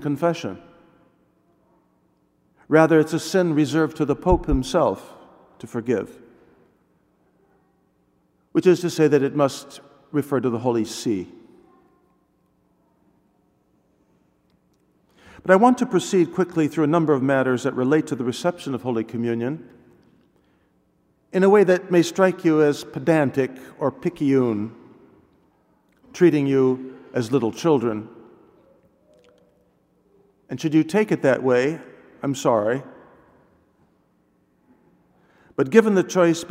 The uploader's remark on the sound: delivered at all Masses